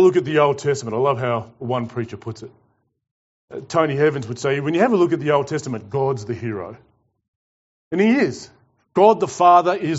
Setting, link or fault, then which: setting, large echoing room